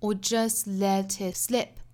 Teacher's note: just 尾部 t 省掉 let it 连读 let it 尾部 t 的发音也省掉